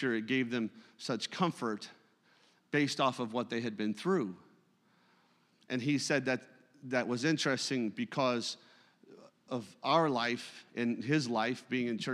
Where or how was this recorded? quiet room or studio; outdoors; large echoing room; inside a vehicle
large echoing room